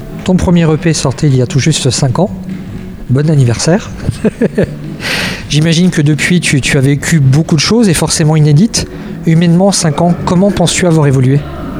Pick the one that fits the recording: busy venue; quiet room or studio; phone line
busy venue